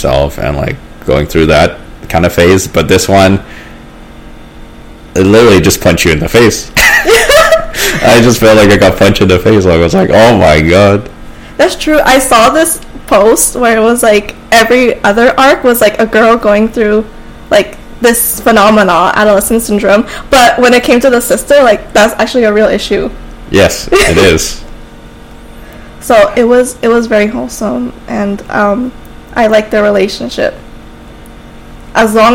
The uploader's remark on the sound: I know it’s not the best in terms of audio and production.